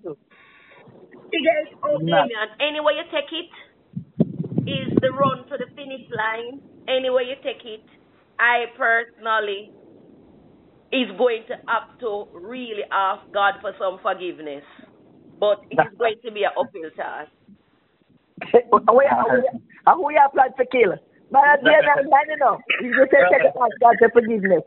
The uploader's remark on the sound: Viral Audio of Leaked Voice Call. Leaked telephone conversation.